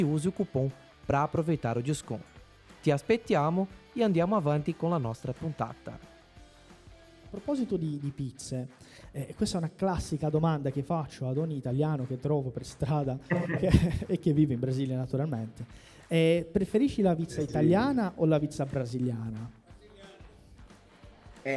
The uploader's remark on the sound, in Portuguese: Esta conversa foi gravada diretamente no nosso evento presencial de São Paulo